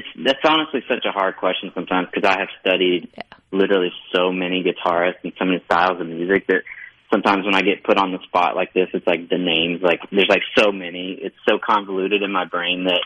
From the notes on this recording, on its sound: joins the conversation by phone